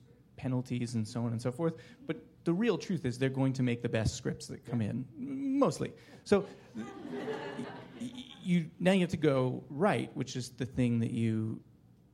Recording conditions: live audience